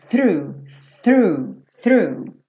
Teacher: TH é linguinha na ponta do dente, não tem jeito. Então, fez o th, você vai puxar a língua para dentro, fazendo esse R